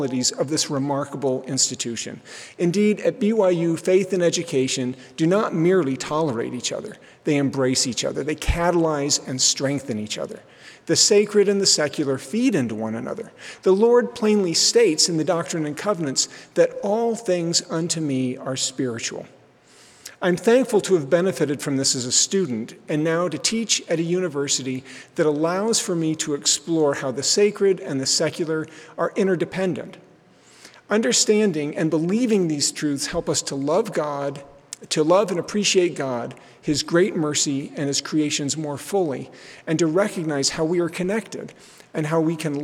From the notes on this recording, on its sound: we'll bring you live devotionals and forum addresses from the BYU campus